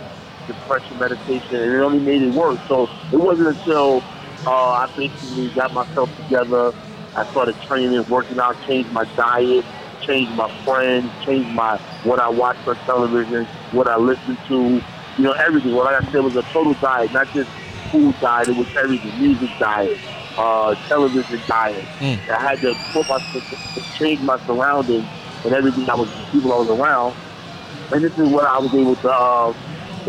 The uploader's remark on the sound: LIVE from Dave and Buster's